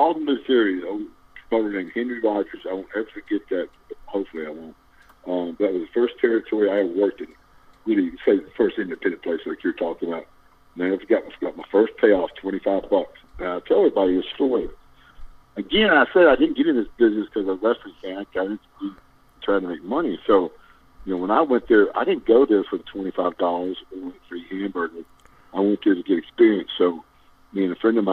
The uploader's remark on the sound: over the phone